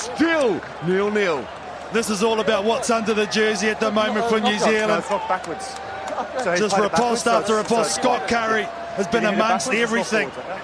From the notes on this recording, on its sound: The Grill Live at Rugby 7s. Great crowds, a party atmosphere.